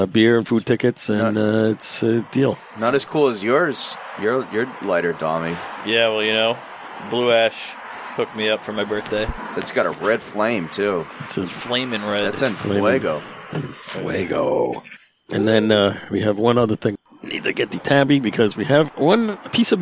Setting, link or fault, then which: setting, outdoors